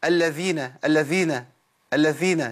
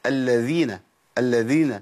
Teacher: وزي اللي بيهمس في الذال، والذال اصلا مجهوره مقطوعه النفس · Shown in: second take